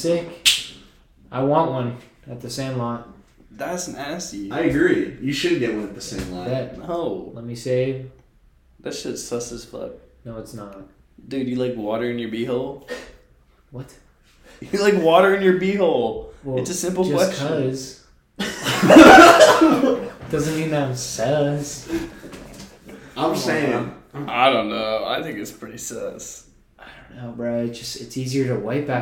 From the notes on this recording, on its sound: Live from the bathroom